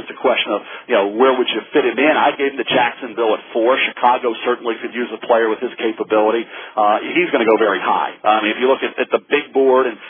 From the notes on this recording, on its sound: this media conference call